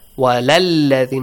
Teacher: Next one, hamzatul wasl. Skip the alif in la.